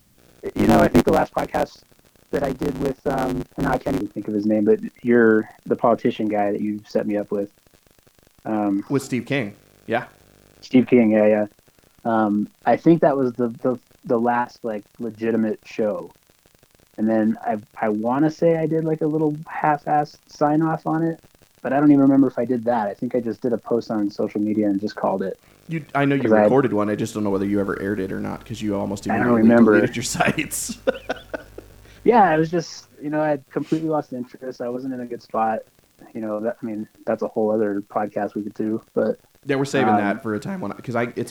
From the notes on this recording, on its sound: DO NOT ADJUST YOUR DEVICE. We get our first phone interview on the books.